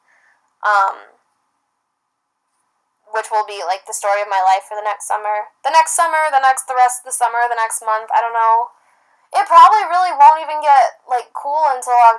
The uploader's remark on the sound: Apologies for the low quality sound, this one was a PAIN to save and get up. From corrupted SD cards to sketchy transferring methods.